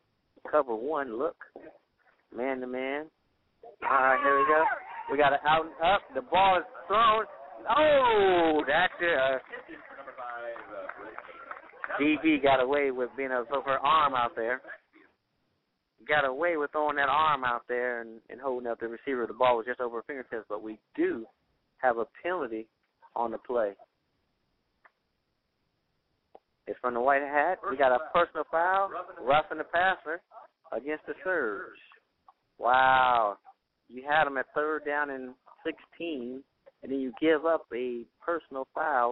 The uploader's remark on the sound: Note: There were a few technical difficulties with his phone.